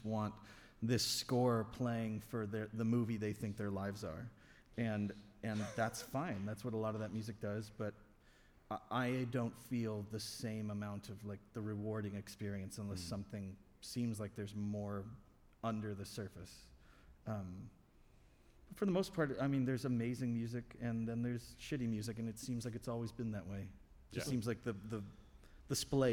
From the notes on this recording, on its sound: This episode was recorded on November 12th at Murmrr Theatre in Brooklyn, NY during the fourth stop of the Fossio et Satio tour.